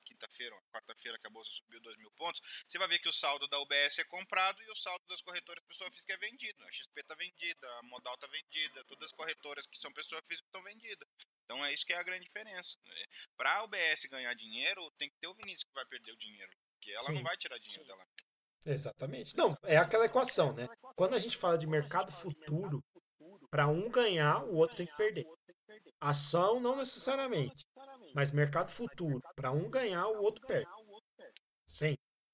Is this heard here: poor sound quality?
yes